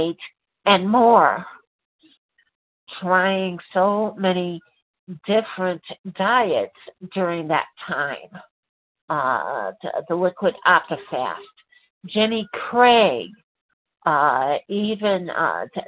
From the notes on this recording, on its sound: 100 Pounders Phone Meeting